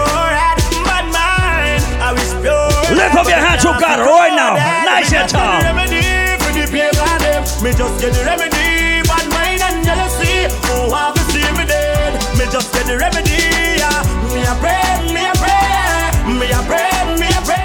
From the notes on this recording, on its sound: Live Audio recording of my set at Island Saturdays on Jan 7th 2023.